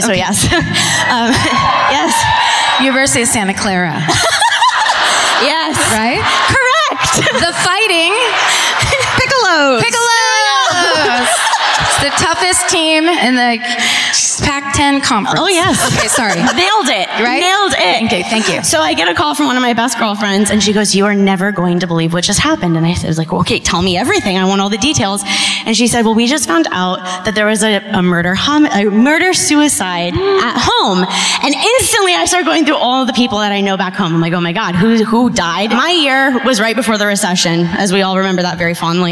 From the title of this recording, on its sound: Live at the Davies Symphony Hall in San Francisco